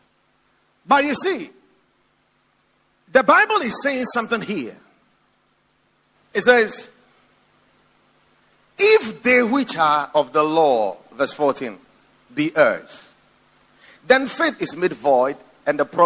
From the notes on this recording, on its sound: Preached at the Watered Garden Church.